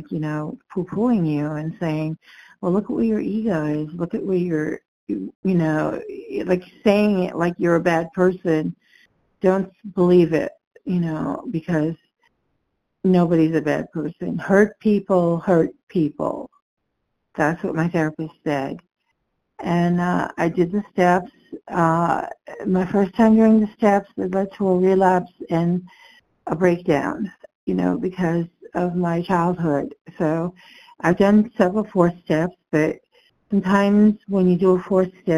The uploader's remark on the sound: 100 Pounders Phone Meeting